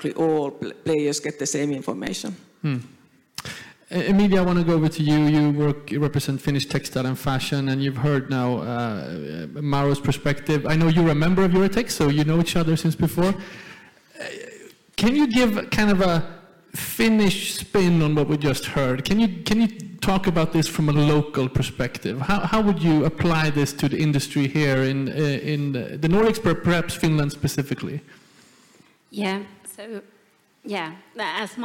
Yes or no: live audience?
yes